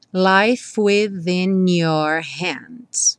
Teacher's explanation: Já junta o F do life com within. E junta o N do within com your.